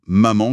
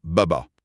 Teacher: Mon nez était bouché, la sortie nasale était fermée, l'air était obligé de sortir par la bouche et ça transformait le son nasal « me » en son occlusif « be »